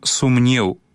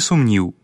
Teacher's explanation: Галосны гук, які ў даўніх помніках перадаваўся літарою яць, у беларускай мове пераважна змяніўся на э. Таму маем сумнеў з гукам э на месцы яця, а не сумніў. · Shown in: first take · Варыянт сумніў у беларускім маўленні з'явіўся бясспрэчна пад уплывам украінскай формы сумнів. · Term: гук э